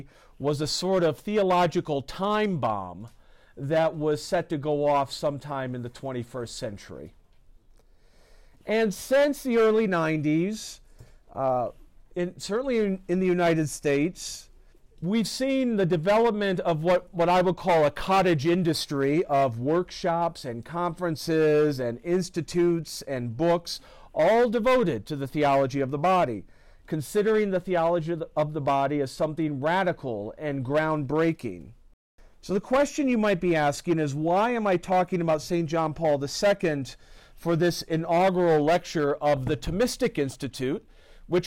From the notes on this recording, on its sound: This lecture was given on November 21st, 2023, at Universidad Panamericana Campus Mixcoac.